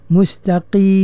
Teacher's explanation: Kadang-kadang sahabat kita dipersebut nak macam jadi kha, tak mahulah ya. Pastikan qaf tu dikeluarkan dari pangkal lidah, bukan hujung halqum ya. Pangkal lidah yang menyentuh langit-langit lembut ya.